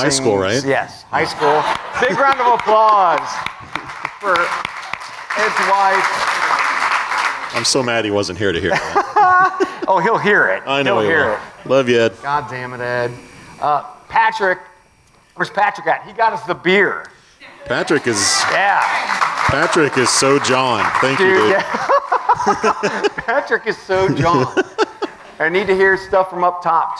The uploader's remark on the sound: Live Show: Recruit Philly